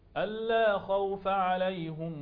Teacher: يقرأ بفتح الفاء مع ضم الهاء في عليهم